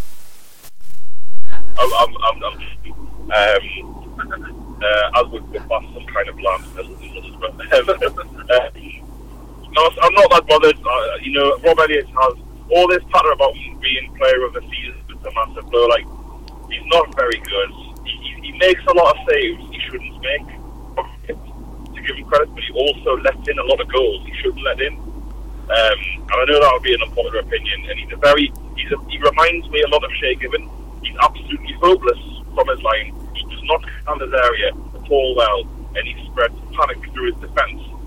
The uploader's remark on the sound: Limited Quality live show from the Car Journey down to Norwich.